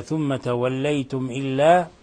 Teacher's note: الميم الساكنة جاء بعدها الهمزة، والهمزة من حروف الإظهار الشفوي، فهنا تظهر الميم عند الهمزة